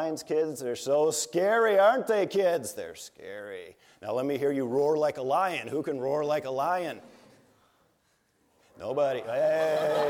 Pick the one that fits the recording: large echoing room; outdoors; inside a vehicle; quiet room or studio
large echoing room